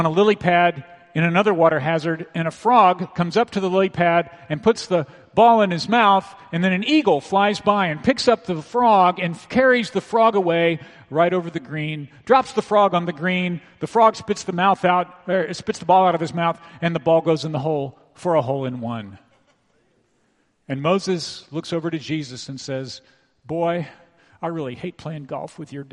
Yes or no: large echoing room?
yes